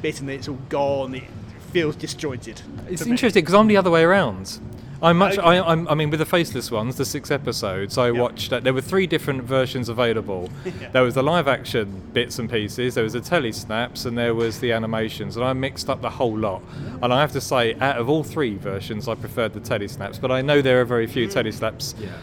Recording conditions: outdoors